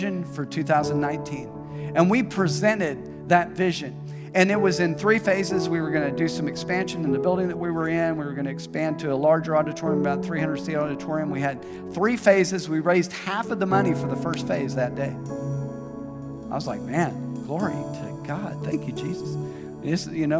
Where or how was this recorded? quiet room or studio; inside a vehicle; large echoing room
large echoing room